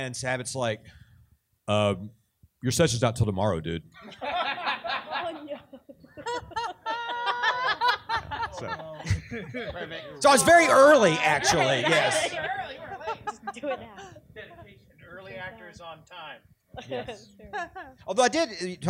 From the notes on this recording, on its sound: This week we're showcasing the super mega VOICE ACTOR Q&A PANEL that we moderated at Ba-CON!